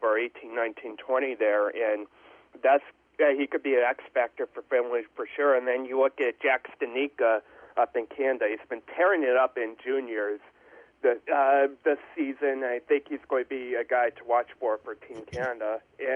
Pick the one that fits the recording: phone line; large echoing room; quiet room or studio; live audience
phone line